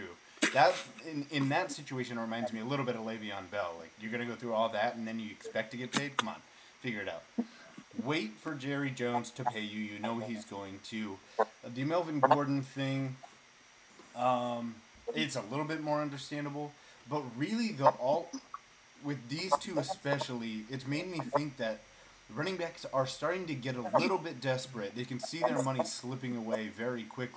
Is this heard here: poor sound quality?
yes